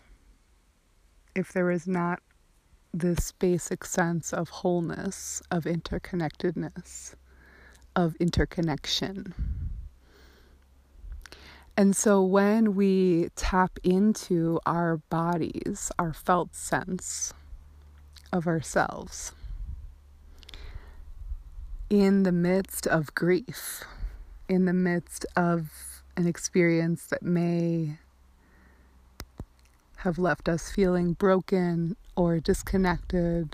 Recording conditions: outdoors